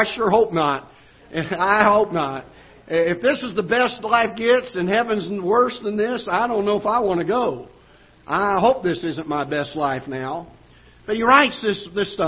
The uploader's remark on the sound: Ketha Heights Baptist Church ~ Live Broadcast